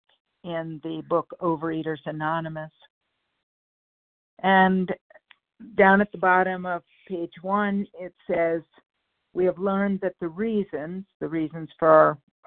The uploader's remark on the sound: 100 Pounders Phone Meeting